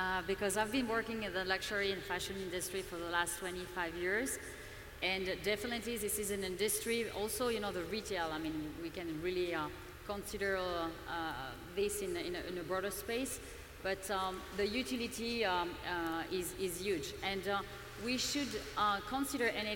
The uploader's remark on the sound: Panel Discussion at TMRW Conference Dubai